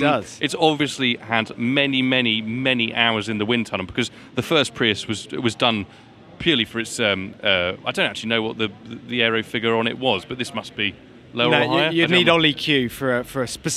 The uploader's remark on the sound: Live From The LA Motor Show! For a stroll around the 2022 Los Angeles Motor Show.